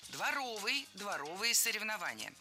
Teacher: Прилагательное, образованное от существительного «двор» – дворовый, с ударением на втором слоге и окончанием «ый». Других вариантов словари не фиксируют, так что дворовые соревнования.